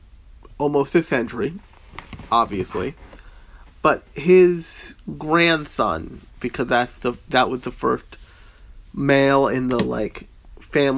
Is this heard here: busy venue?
no